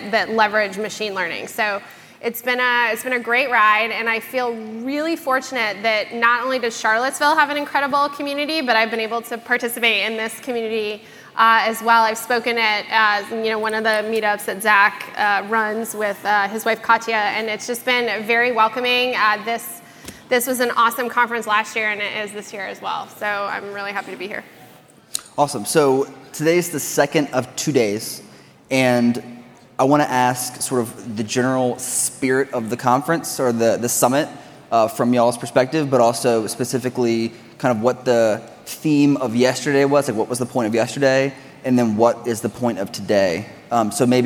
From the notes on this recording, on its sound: A two day exclusive event consisting of in-depth workshops, and incredible presentations given by a diverse line-up of expert speakers + thought leaders in Data. Live during the conference to get the exclusive insight on rvatech/Summit 2020.